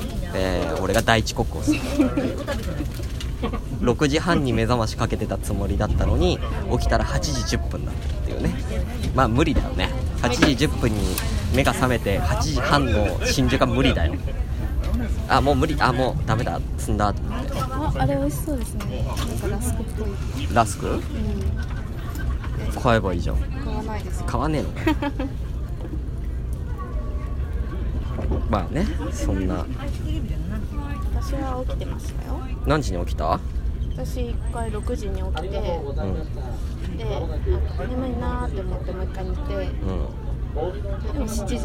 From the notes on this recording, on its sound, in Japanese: 箱根日帰り旅。行きの電車の中です！